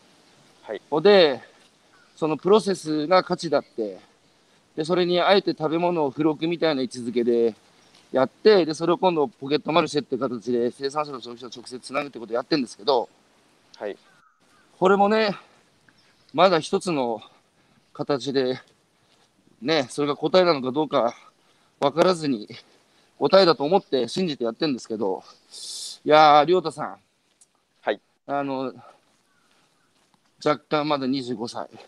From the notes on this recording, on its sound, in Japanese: 歩きながら1時間、対談する。